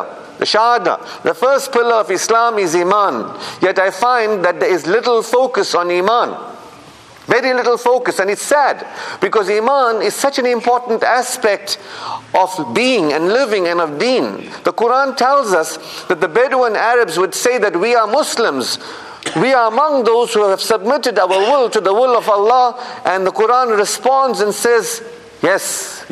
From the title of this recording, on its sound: Jumu'ah Lecture 48 - Ottery Mosque